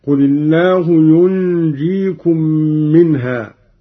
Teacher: قرأ قالون بإسكان النون وتخفيف الجيم